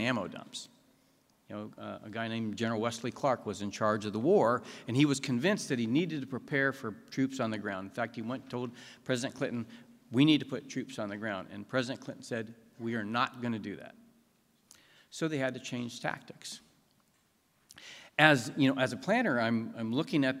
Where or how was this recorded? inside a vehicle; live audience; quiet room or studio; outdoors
live audience